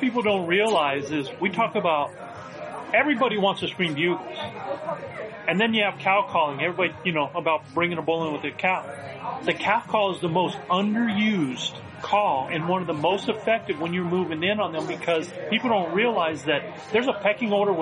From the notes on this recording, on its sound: live in-person episodes from the NRA Whittington Center in New Mexico under the Western Hunt Fest banners